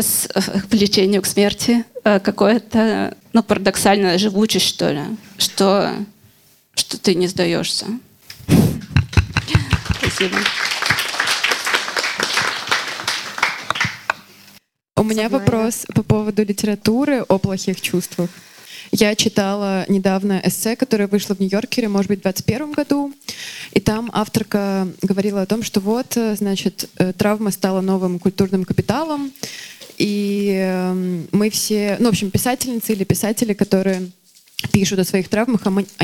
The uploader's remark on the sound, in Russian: Публикуем открытую запись подкаста, которая проходила на праздновании совместного дня рождения No Kidding Press и WLAG.